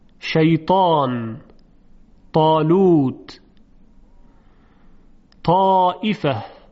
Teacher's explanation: سر زبان برخورد میکنه به اصول دندانهای ثنایای بالا و حرف تا تلفظ میشه. اما وقتی که خوب دقت کنیم میبینیم که علاوه بر سر زبان قسمت‌های دیگری هم از زبان منطبق شدن با سقف دهان، یعنی بالا رفتن و به اصطلاح نزدیک به سقف دهان قرار گرفتن، منطبق بر اون.